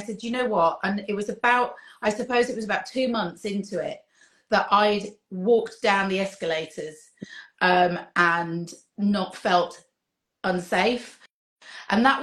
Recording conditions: video call